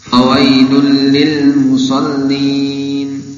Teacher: Lam bukan harf qalqalah. Bukan huruf qalqalah. Lam. Tidak boleh dipantulkan.